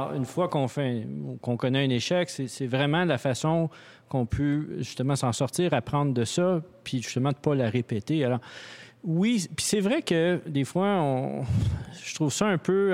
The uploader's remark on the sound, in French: Le Technopôle Angus a accueilli des dirigeants visionnaires de la communauté d’affaires montréalaise lors d'une rencontre sur le thème. Sous forme de mini-conférence informelle et chaleureuse, cette soirée fut l'occasion de réfléchir l’entreprise de demain.